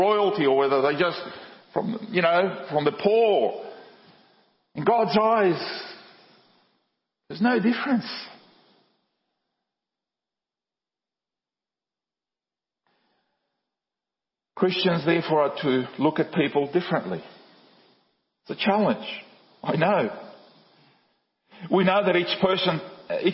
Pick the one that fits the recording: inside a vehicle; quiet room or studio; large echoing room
large echoing room